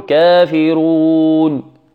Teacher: بعد ذلك النون وهي متحركة مفتوحة، كافرون قل يا أيها الكافرون، نقف على هذه النون بالسكون فنقول كافرون، أو نمدها أربع أو ست · Term: المد العارض للسكون